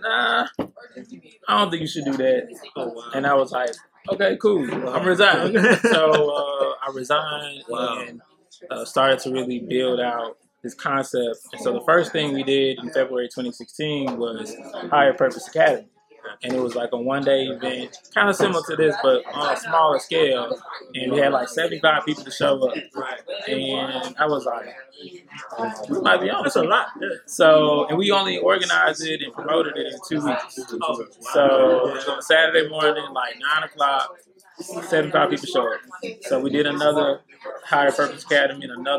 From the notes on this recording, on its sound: in Greenville Mississippi at his mens entrepreneurship conference on April 15, 2023.